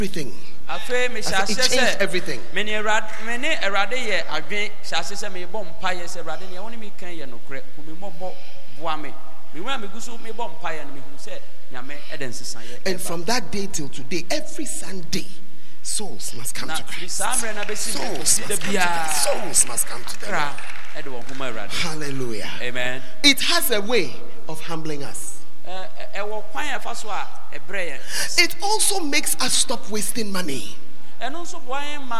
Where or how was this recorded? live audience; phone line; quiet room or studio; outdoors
live audience